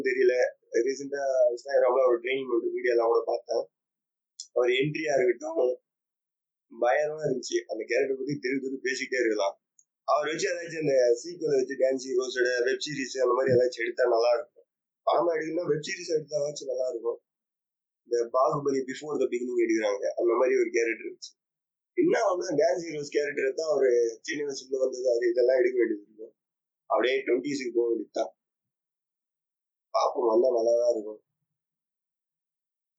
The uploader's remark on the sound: sorry for the very very poor audio quality